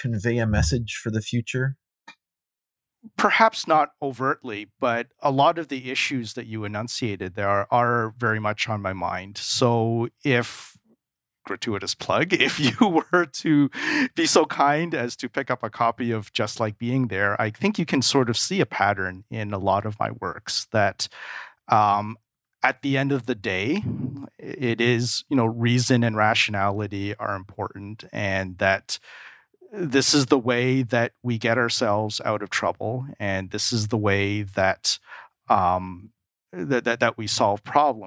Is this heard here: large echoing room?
no